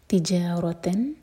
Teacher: جا لائٹ اور رو ہیوی، رو پر زور، جا کی سٹریچ کے بعد رو ہے، تجارتن، تن پر